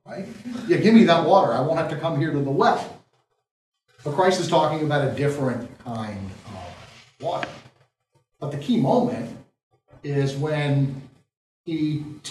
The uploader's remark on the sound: This lecture was given at the University of Maryland at College Park